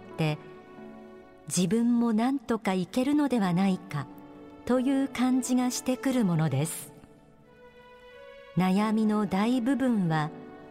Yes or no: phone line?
no